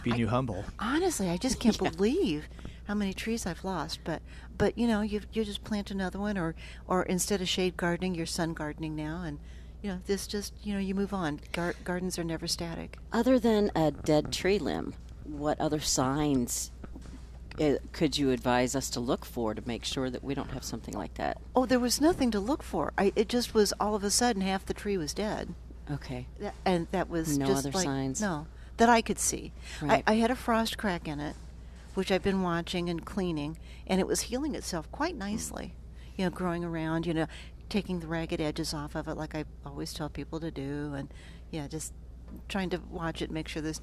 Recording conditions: busy venue